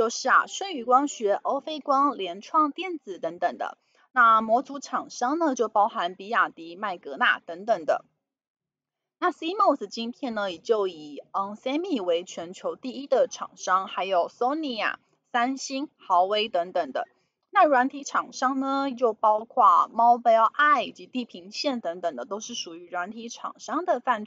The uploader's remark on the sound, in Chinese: 本集有些許雜音，已亟力避免，如有察覺請多多包涵